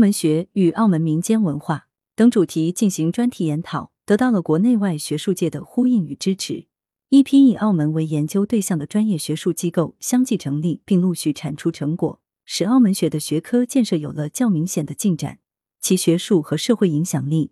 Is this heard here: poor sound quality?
no